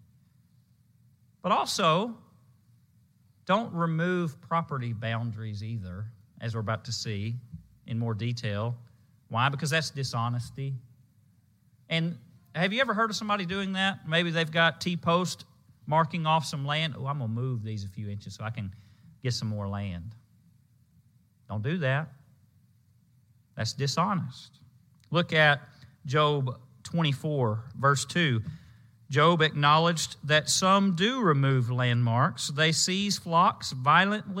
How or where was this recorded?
large echoing room